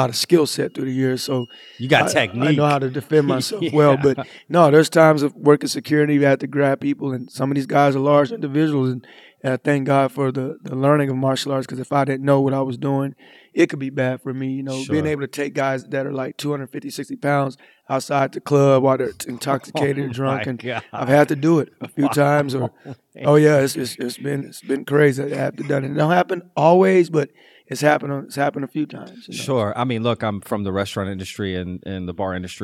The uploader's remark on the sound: This is our very first remote interview as I traveled to Lamb IV gym in Fort Worth, Texas to record this episode.